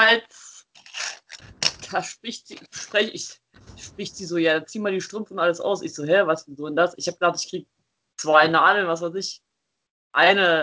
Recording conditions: video call